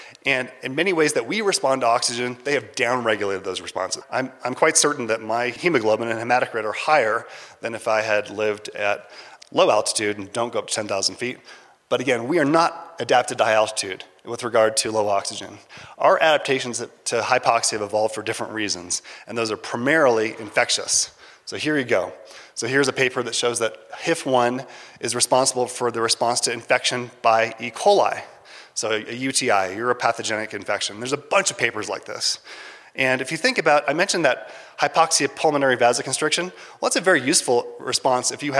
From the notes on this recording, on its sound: A recording of a lecture from the 2019 Mountain and Emergency Medicine Conference March 22nd at Taos Ski Valley, new Mexico. At this high elevation location (10,200 feet).